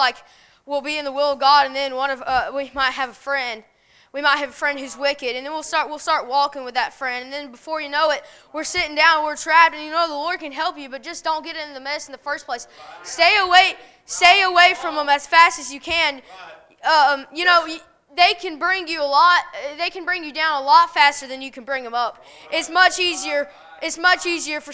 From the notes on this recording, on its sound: A message preached at Crossroads Baptist Church